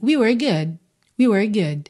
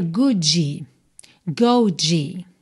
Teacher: Eu coloco a língua no céu da boca para fazer o D, mas eu deixo ela lá e encerro minha frase. · Shown in: first take